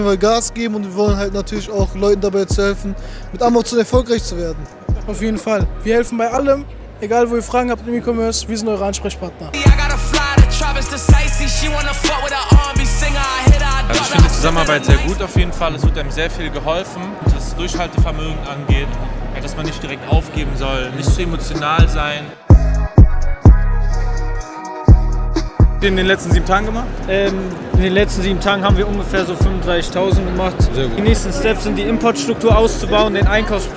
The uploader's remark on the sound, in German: Ecomunlimited beim OMR Festival (Vlog). Wir waren 2 Tage auf dem OMR Festival in Hamburg.